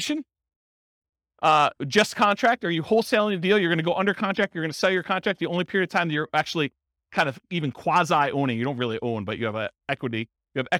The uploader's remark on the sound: Real estate entrepreneurs in Carrollton, Texas. This was a live class recorded.